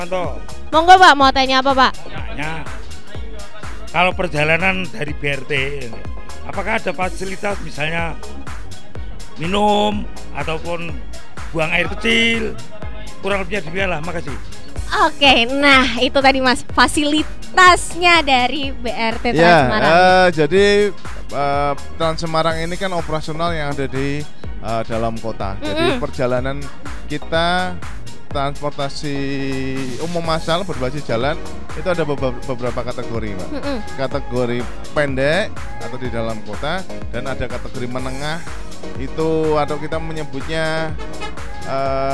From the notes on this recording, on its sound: TALKSHOW ON THE BUS - BRT TRANS SEMARANG ( UJI COBA LOW DECK BUS ). LIVE TALKSHOW on the bus. RUTE MANGKANG - PENGGARON.